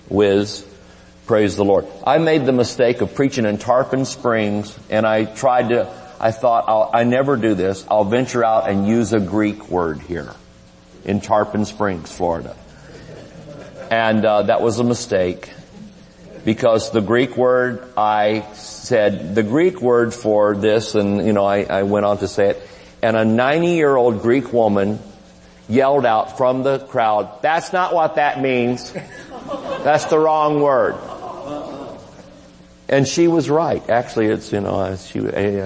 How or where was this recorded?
large echoing room